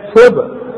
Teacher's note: هي صاد مكسورة، مش تقولها لي بين الصاد والسين، مش تقول صبغة، لا، صبغة.